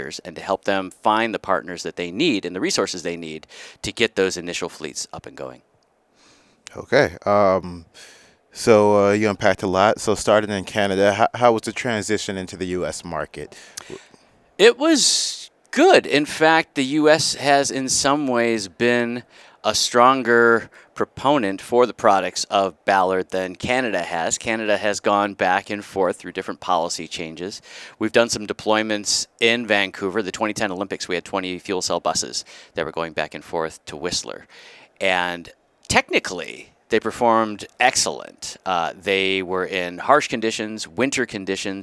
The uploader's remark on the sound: we're live at the Hydrogen Americas Summit